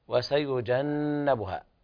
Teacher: نون هنا حرف أغن مشدد، هنا الغنة كاملة لابد من بيان الغنة